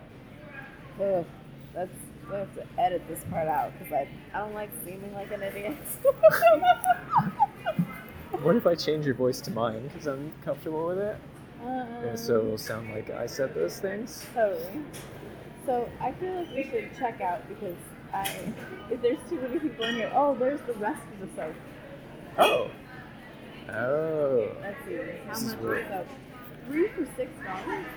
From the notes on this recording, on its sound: Two humans in love decide to do their first podcast at the New Seasons Market GRAND OPENING in Ballard, Seattle, Washington, USA.